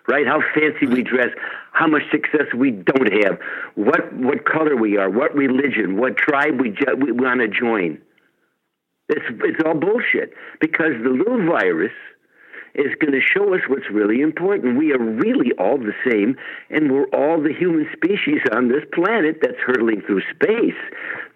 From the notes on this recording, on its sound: called